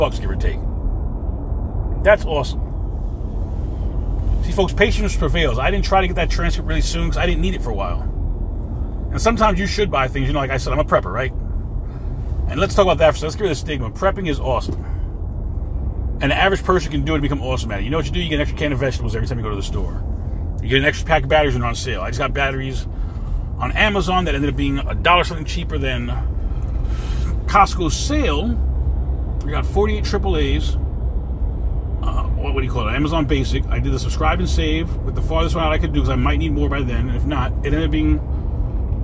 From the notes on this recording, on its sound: In this CarCast